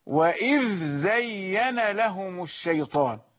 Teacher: انتبه، النطق الأول في الإظهار، في الإظهار هكذا وإذ زين لهم الشيطان، يعني يظهر الحرف الأول الذال اللثوية ثم يظهر الحرف الثاني الزاي الصفيرية